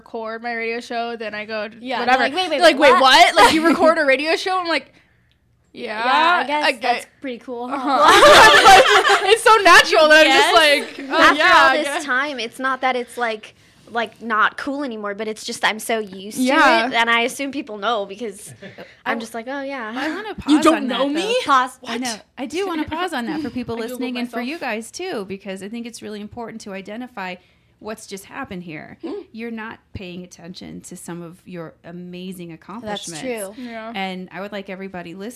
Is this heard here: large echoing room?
no